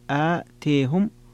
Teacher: وفيها عند الكسائي وحمزة الإمالة وخلف والتقليل لورش